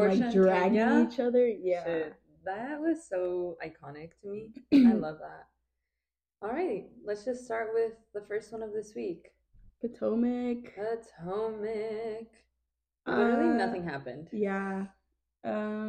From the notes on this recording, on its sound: Beware of this one because there is a lot of stuttering and giggling. We are testing out our new mics so make sure to have your volume at a reasonable level.